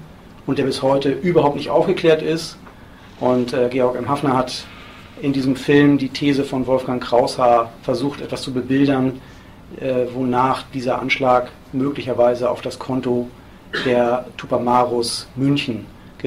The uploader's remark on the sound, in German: Mitschnitt eines Vortrags. In Esslingen/Neckar.